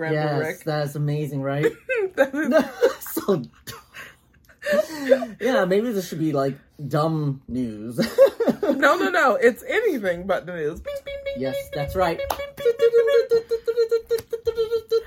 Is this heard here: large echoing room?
no